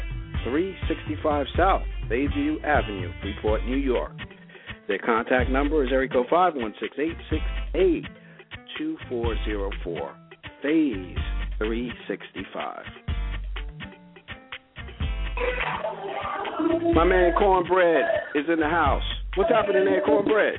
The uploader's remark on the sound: calling in Live from Phase 365